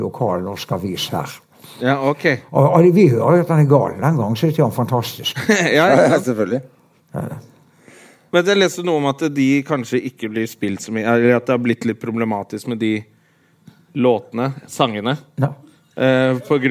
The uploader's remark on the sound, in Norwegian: Live fra Lille Ole Bull